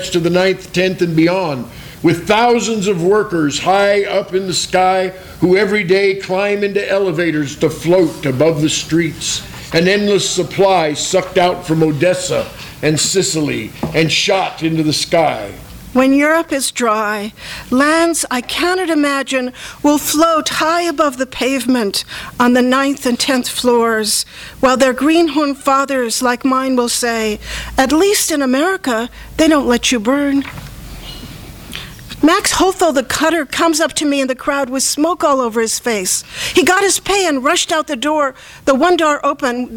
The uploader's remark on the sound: THIS EVENT WAS RECORDED LIVE AT SKYLIGHT BOOKS